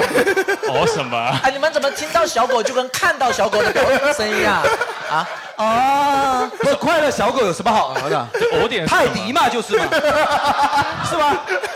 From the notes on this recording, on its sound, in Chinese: 举办七夕专题活动——《吐槽大会》。其中分别设置情侣们和单身者的游戏环节。更有主播随机抽取号码，单身观众现场模拟相亲环节。